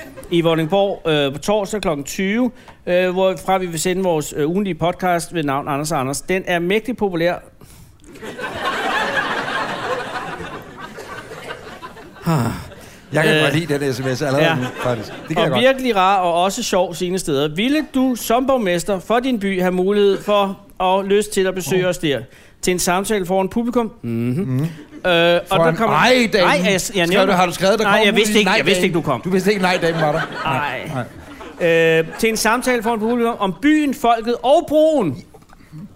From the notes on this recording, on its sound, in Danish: Er landet i et meget sneklædt Vordingborg. Her sender de afsnit 57 i ly af Gåsetårnet – LIVE på spillestedet STARS.